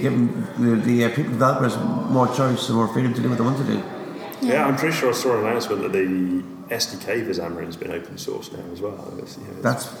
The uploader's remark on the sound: talking at the Microsoft Decoded conference in UCD